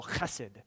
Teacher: It's the word hesed. Or if you're Hebrew, you need to get the guttural chesed. You need to cough a little bit and make it come out.